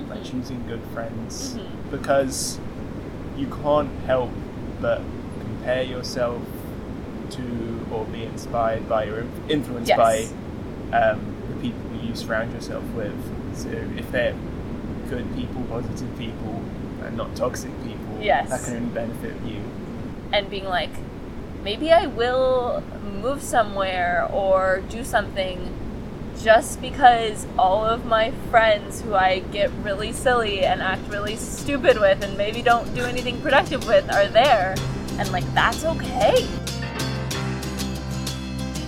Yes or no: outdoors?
yes